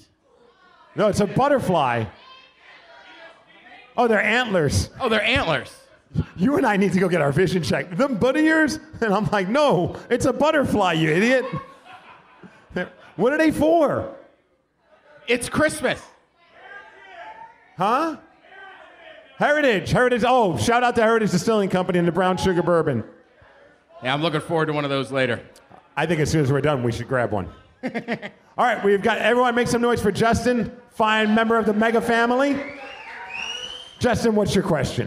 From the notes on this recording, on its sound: The podcast we did in front of a live audience during Live Day (recorded during the halftime party at Emerald Queen Casino). What happens when two men take a microphone and try and entertain a room full of drunk people.